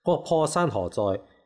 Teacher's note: 国破山河在，咁另外国破在咧就系上去入咧就系仄，咁所以国破山河在咧就系仄仄平平仄